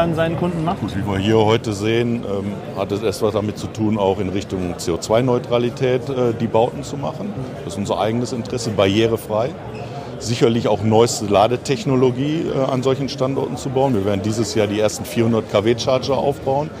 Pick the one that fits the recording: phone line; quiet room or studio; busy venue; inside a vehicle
busy venue